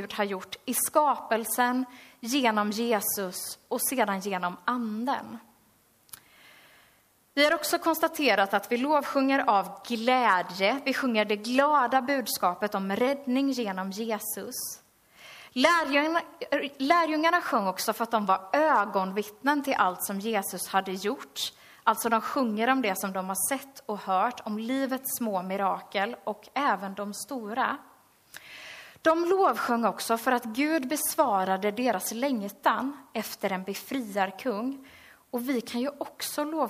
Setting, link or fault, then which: setting, large echoing room